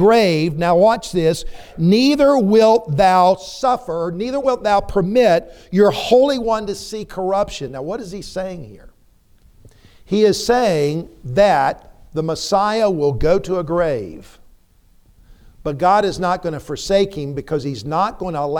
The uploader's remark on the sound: preached a timely sermon in the TBC pulpit